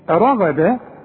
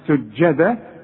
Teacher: لكن رغدة جت الغين مفخمة، انما سجدا السين والجيم حروف مرققة والدال كمان